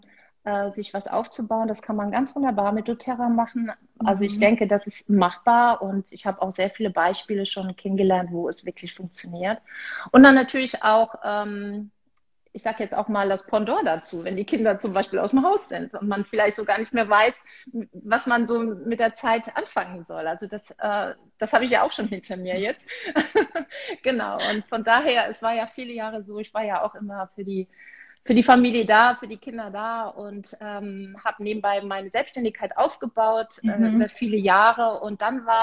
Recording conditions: video call